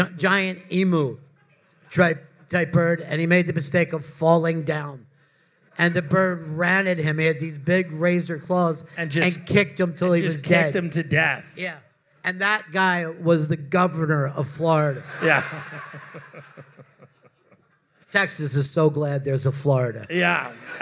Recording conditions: live audience